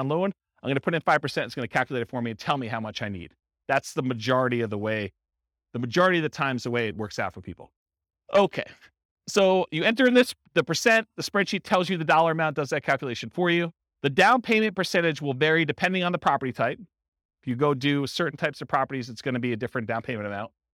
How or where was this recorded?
live audience